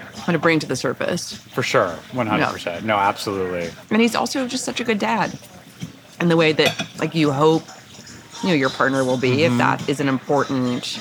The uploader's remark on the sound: Over salmon salads. This episode of Dinner's On Me was recorded at Upland in NYC's Flatiron District.